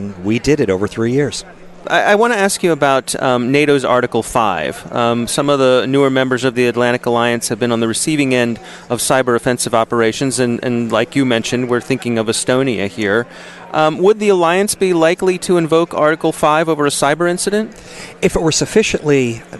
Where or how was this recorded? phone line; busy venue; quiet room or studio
busy venue